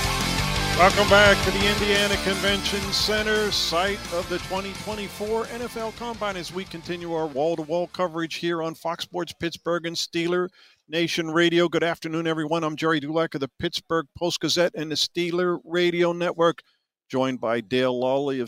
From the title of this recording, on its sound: The Drive LIVE from the NFL Combine